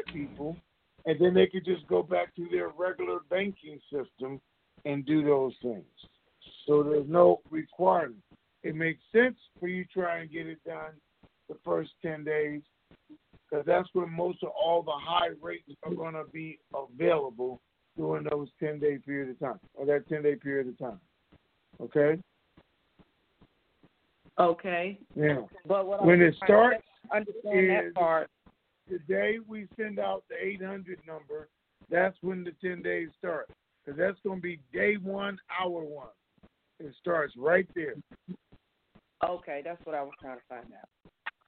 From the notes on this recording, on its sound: TNTSuperfantastic Conference Call